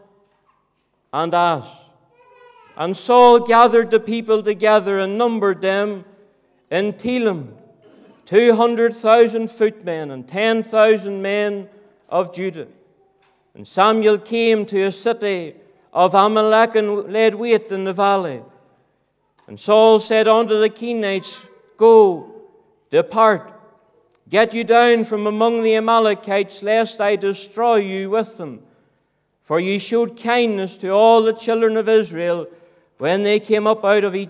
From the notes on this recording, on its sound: Sunday Morning, 26th November 2023. This audio was recorded at the Lifeboat Fellowship, Grange Corner, Moy.